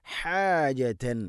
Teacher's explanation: ഫീ സുദൂരിഹിം ഹാജതൻ, ഹ തൊണ്ടയുടെ മധ്യഭാഗമാണ് ഹ. ഹാജത്ത് ഹാജത്ത് നമ്മൾ കേട്ടിട്ടുണ്ടാവും, ഒരുപക്ഷെ നമ്മൾ അങ്ങനെ തന്നെ ഓതി പറയരുത്.